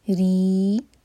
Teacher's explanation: रॉ के नीचे कसरा है इसलिए रॉ को बारीक पढ़ेंगे, ज़बान की सिर्फ टिप यूज़ करेंगे